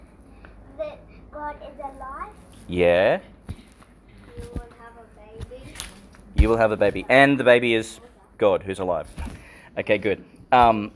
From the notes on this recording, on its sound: Reflection delivered (in the Fourth Week of Eastertide) for some of the children in the Library of St John the Baptist Catholic Primary School, Gladstone, Qld.